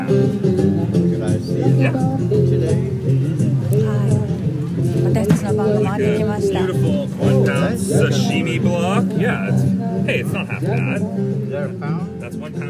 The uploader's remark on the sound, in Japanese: ファーマーズマーケットでホームパーティの買い出し。朝からファーマーズマーケットに行って、そこで収録してきました。